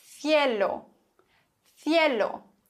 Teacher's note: Aber ein C vor E oder I wird gelispelt. Auf jeden Fall in Madrid und im klassischen Castellano. Das heißt, C vor E und I würde man aussprechen Cielo, Cielo, der Himmel.